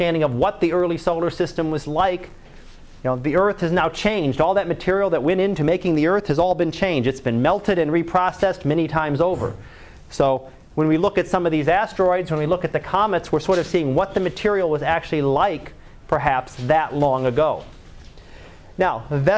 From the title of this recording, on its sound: Live Class Lecture